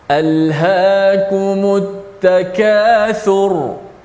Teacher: ra pada ayat pertama di hujung tu bila mati kita kena baca dalam keadaan tebal · Term: tafkhim